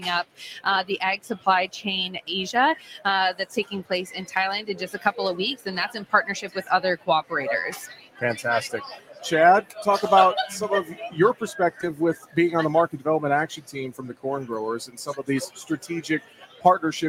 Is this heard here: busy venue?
yes